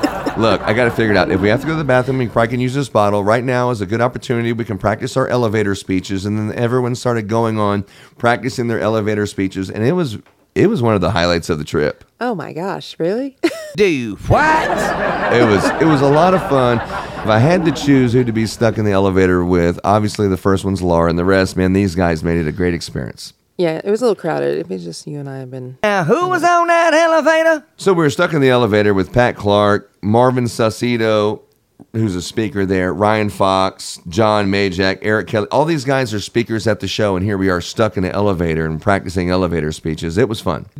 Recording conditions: busy venue